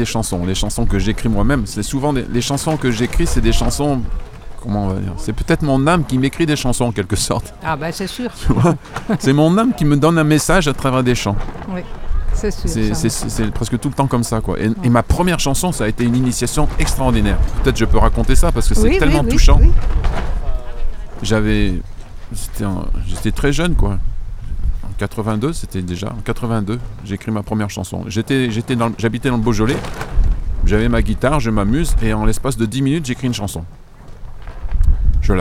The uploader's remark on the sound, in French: En Direct Du Bhakti Om Festival